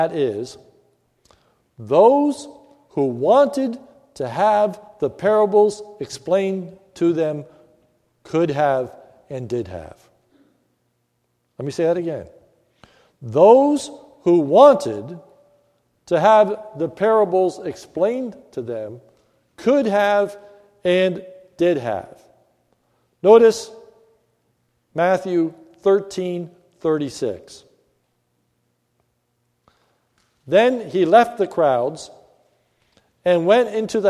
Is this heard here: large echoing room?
yes